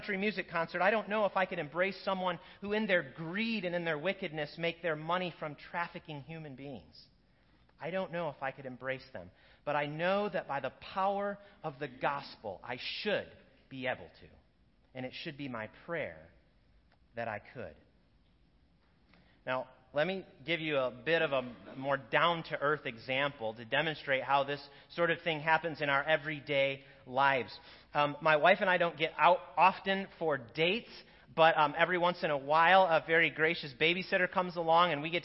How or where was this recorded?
large echoing room